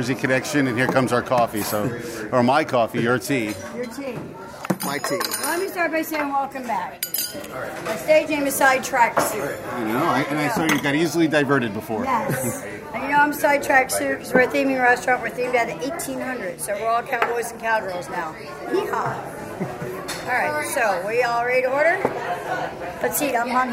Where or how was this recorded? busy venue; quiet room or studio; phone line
busy venue